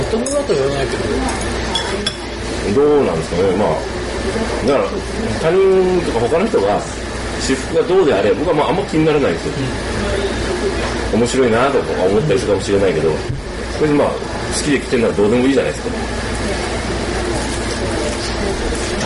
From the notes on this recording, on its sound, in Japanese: 昼間の収録を終え、近所の居酒屋「耕房」にて、旨いアジフライを食べつつ、冷えた生ビールを呑みつつのグダグダトーク。。。